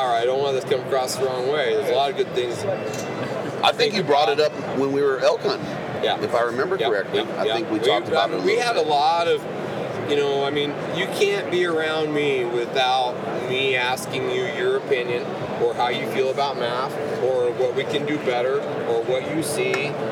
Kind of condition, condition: setting, busy venue